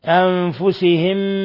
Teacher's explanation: أنفسهم نون ساكنة جاء بعدها الفاء إخفاء حقيقي